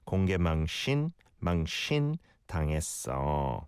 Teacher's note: It's not a sin sound, but a shin. When the shiot and the e vowel sound come together, it almost changes the shiot to a sh sound